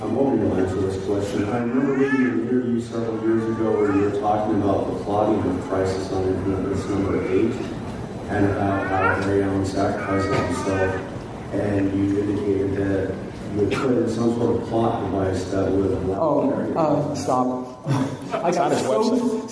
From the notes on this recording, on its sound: Live From FanX Con. Just got back from Salt Lake City and will be presenting 2 great conversations live in front of eager audiences.